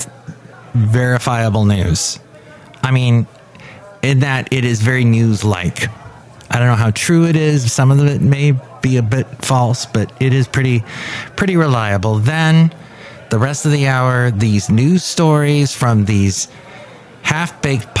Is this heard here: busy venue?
yes